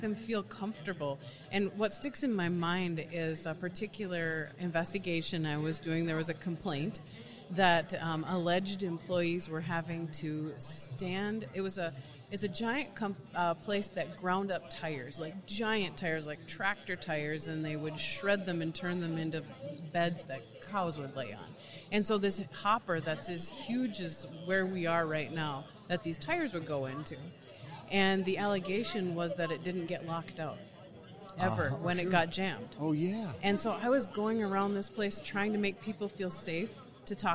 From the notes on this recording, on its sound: live on the expo floor from the 2019 NSC Expo